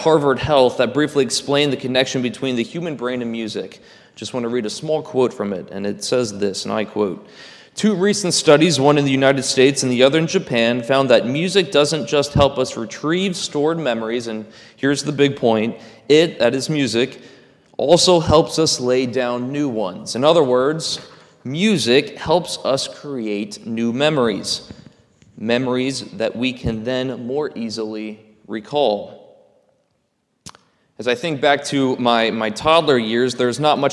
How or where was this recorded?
large echoing room